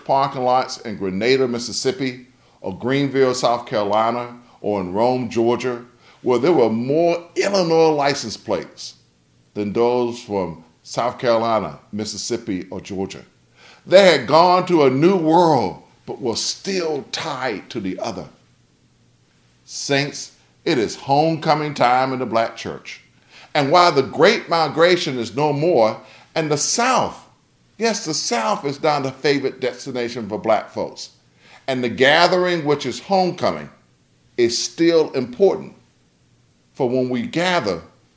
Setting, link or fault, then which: setting, large echoing room